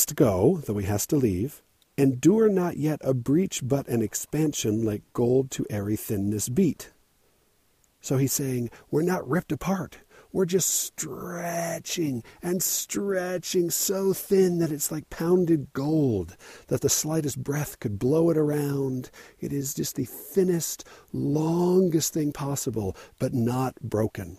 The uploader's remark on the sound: Recorded at night, while camping in southern Utah, under a clear, dark sky of a million million stars.